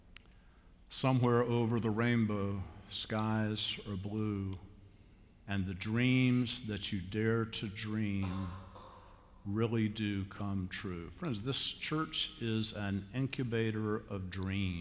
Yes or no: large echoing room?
yes